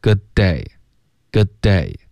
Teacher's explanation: 重复两个的的音我们省第一个